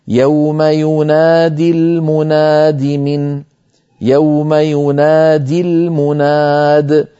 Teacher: يوم ينادي المنادي من، يوم ينادي المناد، فينادي أصلها ينادي بوزن يفاعل، وهي مضارع ماضيه نادى، نادى ينادي، فحذفت الياء من آخره لفظا للتخلص من التقاء الساكنين مع كلمة المنادي